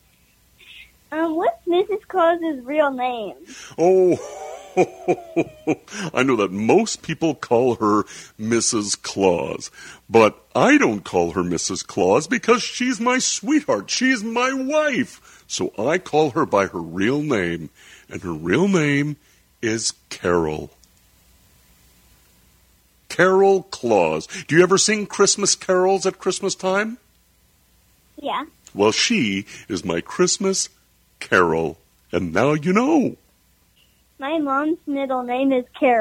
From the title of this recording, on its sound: phone call